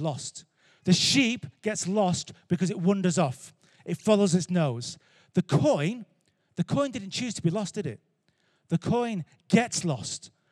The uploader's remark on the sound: Recorded Live at Life Church Lancashire